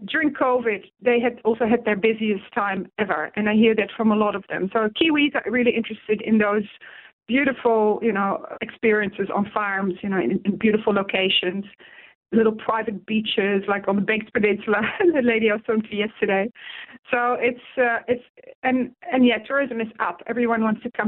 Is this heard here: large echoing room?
no